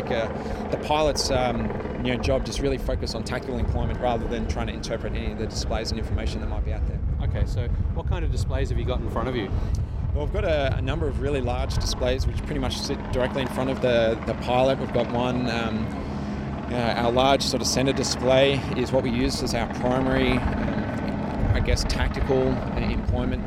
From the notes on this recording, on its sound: Recorded live on the last day of the Avalon International Airshow and the boys are in the back end of a KC-135 (serial 62-3575). Lying on the Boomer's couch looking out at the people hiding from the heat in the shade of the aircraft. Following six days of airshow craziness, the boys are very tired.